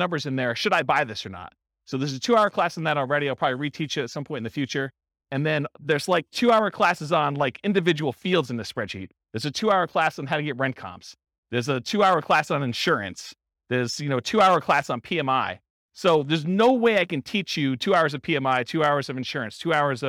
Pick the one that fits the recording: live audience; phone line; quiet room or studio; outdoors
live audience